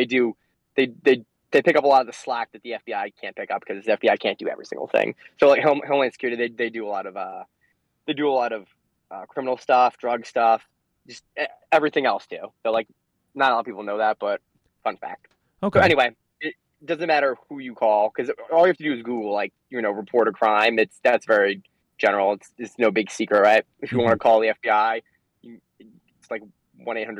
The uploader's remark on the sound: The Feds phone